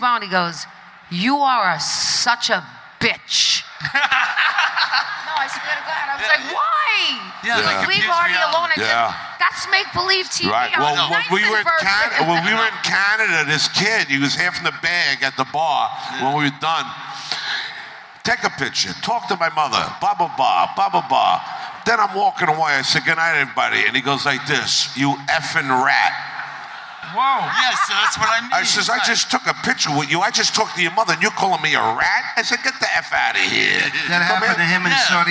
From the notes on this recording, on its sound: Sits down LIVE from Sopranos Con. All while entertaining a packed house!